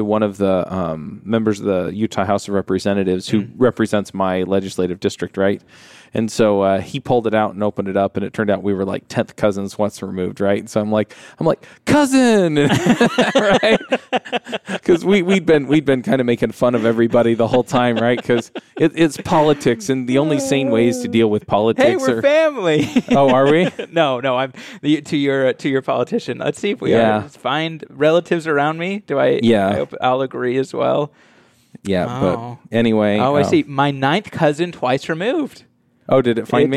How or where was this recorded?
busy venue